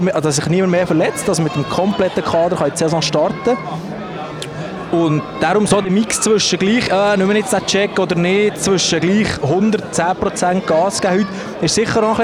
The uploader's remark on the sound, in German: LIVE am Big Day von Gottéron. Gottéron läutet die Saison ein, benchside war live dabei!